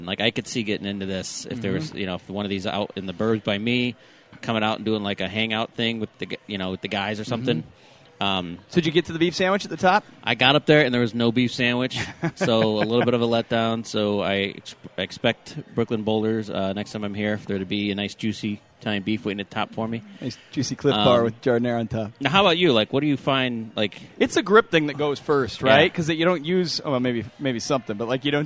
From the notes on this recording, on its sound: Record live at Brooklyn Boulders Chicago while their daughters preview Brooklyn Boulders Summer Camps.